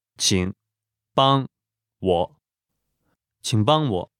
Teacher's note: The tones for this are third tone, 请, the falling rising tone, 请, then first tone, 帮, one more time, 帮, and then third tone again, 我, one last time, 我, 请帮我。This is the simplest way to say, please help me.